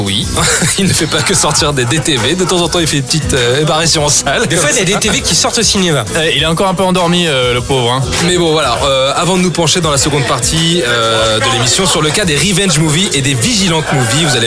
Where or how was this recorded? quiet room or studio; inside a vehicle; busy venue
busy venue